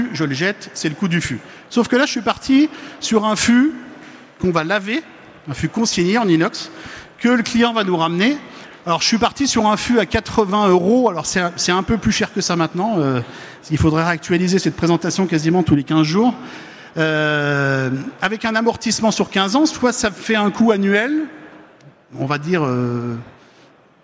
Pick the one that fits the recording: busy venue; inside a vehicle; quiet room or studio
busy venue